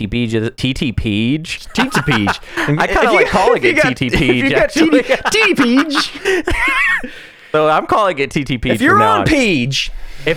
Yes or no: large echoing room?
no